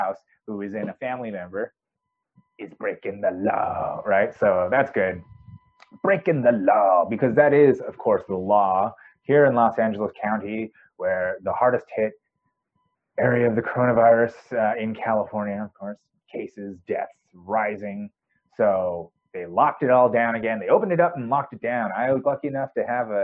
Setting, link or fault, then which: fault, poor microphone